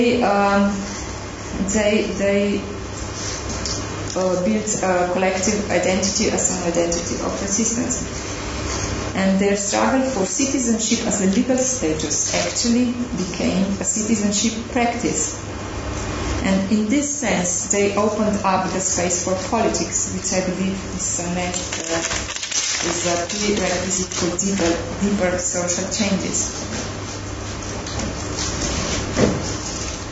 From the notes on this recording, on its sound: This podcast was recorded at the Refugee Studies Centre's last Wednesday Public Seminar of Michaelmas Term 2011.